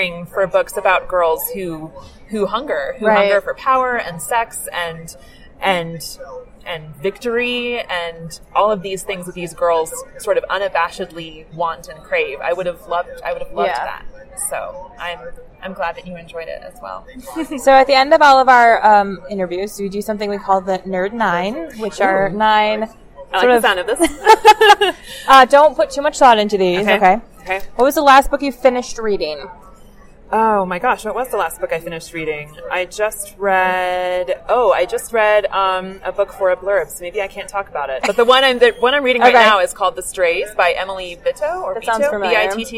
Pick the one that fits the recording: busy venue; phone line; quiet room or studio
busy venue